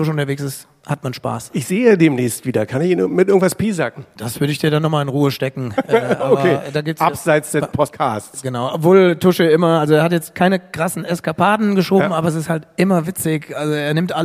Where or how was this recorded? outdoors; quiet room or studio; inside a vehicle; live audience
live audience